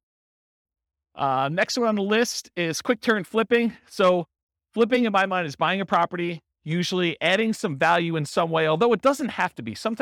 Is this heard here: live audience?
yes